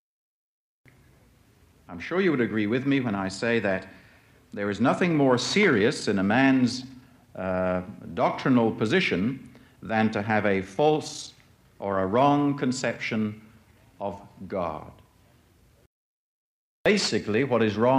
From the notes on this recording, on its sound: presented at Moody Keswick Bible Conference 1982